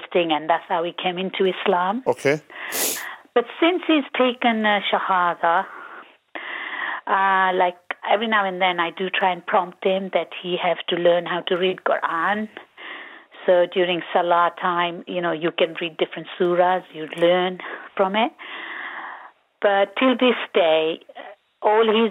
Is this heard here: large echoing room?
no